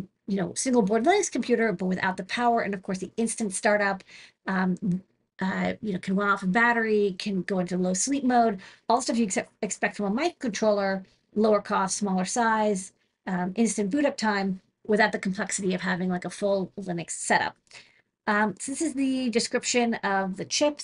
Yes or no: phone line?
no